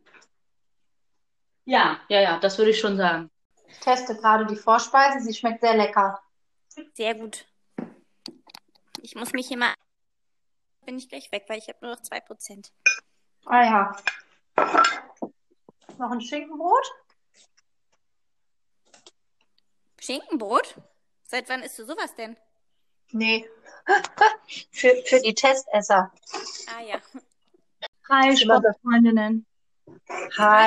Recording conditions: background noise